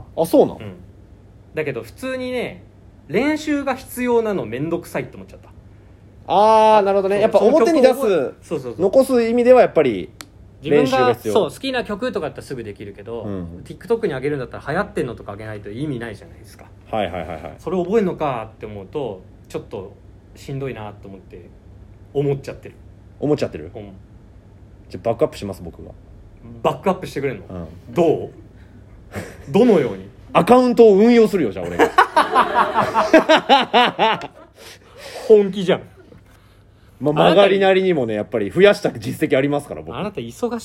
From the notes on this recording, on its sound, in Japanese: 09/12(日)にRadiotalk本社にて行われた公開収録。